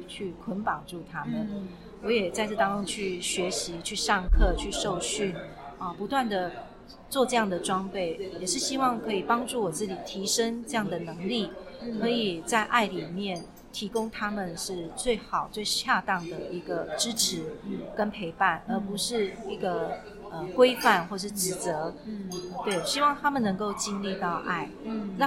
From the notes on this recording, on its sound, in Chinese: 本次錄音空間較多雜音，音質不佳還請多多包涵